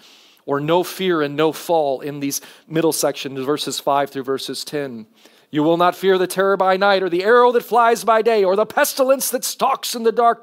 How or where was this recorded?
large echoing room